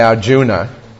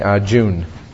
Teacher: in pronunciation in Sanskrit and Hindi, generally if there's an A on the end, it's left off. · Shown in: second take · So although we say Arjuna, in India you'll hear most people, they'll say Arjun.